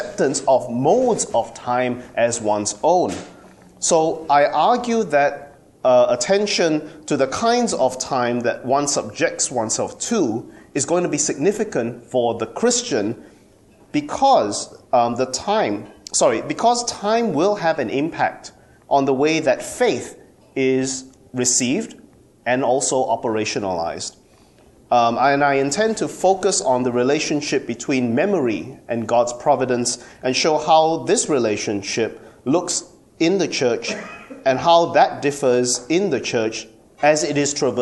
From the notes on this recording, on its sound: At the Theology and Communications Conference 2014 at the University of Santa Clara, California